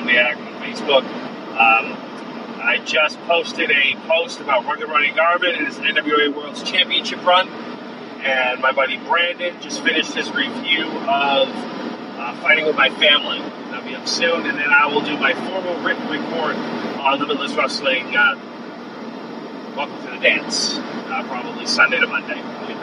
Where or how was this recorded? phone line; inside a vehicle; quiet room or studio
inside a vehicle